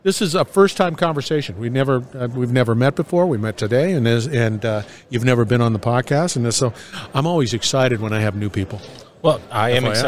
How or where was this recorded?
busy venue